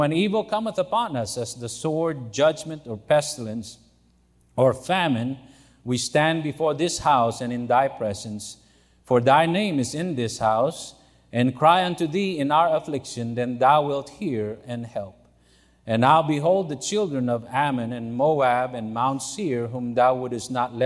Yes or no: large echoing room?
yes